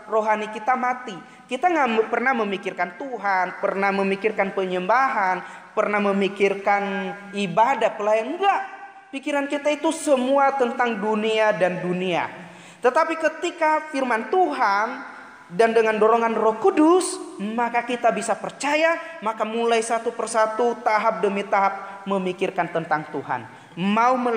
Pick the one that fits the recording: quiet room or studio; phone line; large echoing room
large echoing room